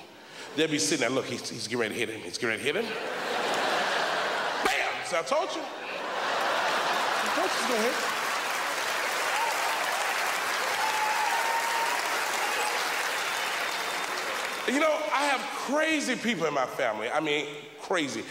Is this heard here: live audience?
yes